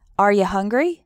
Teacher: In informal spoken English, we often pronounce you as ya.